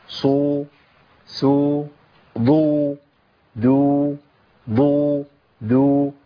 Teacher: طب مع الضم لازم مط شفتين الامام